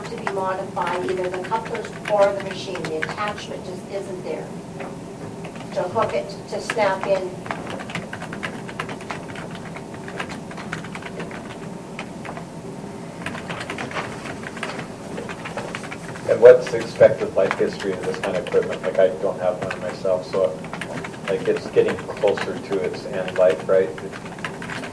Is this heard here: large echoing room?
yes